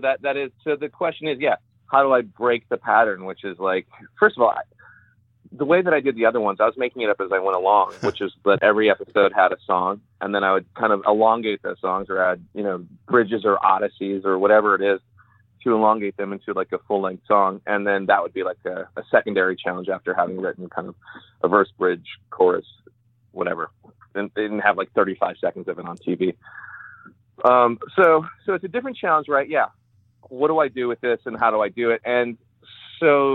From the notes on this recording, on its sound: we hopped on the phone